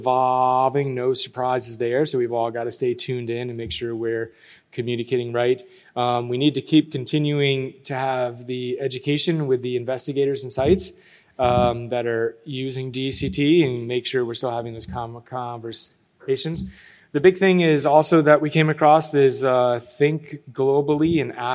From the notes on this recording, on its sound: In this session recorded at DPHARM 2022